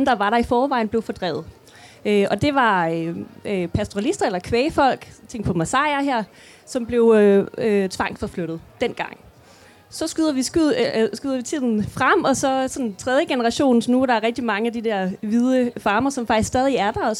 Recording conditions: live audience